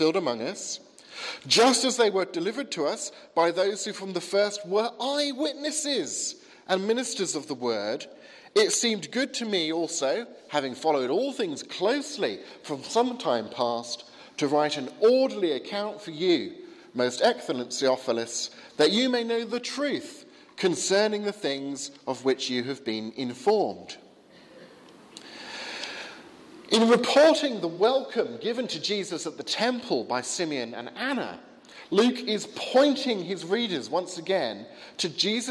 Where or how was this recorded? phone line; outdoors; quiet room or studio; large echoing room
large echoing room